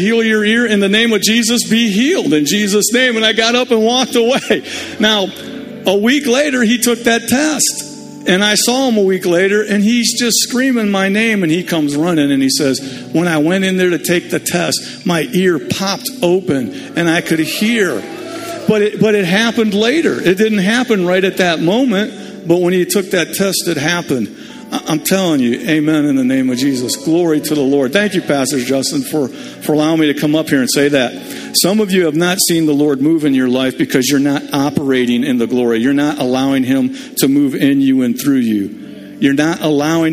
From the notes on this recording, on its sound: Summer Revival Nights. LIVE Midweek Service.